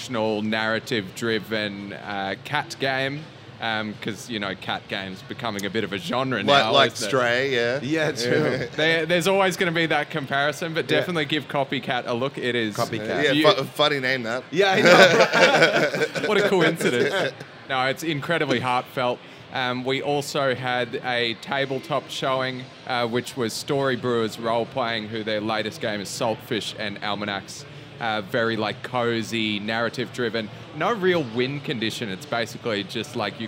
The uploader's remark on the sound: Pax Aus 2023. Recorded on the showfloor itself inside the Audio-Technica booth!